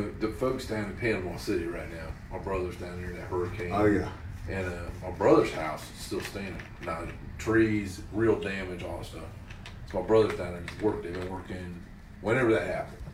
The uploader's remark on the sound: Recorded in South Carolina at Siren's Cove Tattoo.